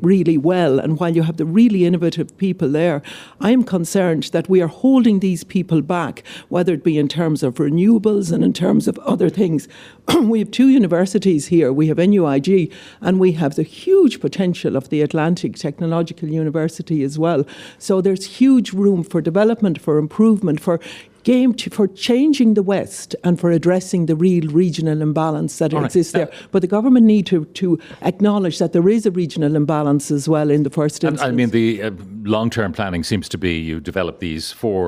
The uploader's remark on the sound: live from The Galmont Hotel in Galway